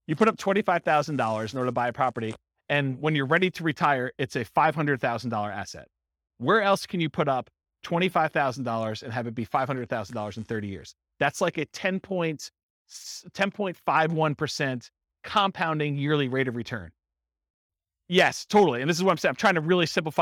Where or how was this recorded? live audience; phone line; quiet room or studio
live audience